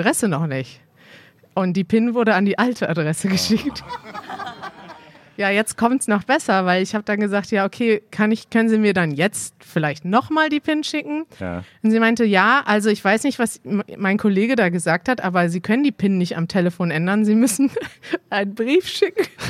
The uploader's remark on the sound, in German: Trotz Lampenfieber und Fliegen im Wein haben wir die Aufnahme vor unserem fantastischen Publikum sehr genossen. Unsere allererste Podcast-Episode live in Berlin! Trotz Lampenfieber und Fliegen im Wein haben wir die Aufnahme vor unserem fantastischen Publikum sehr genossen. Hört ihr, wie wir die Fragen unseres Live-Publikums beantworten.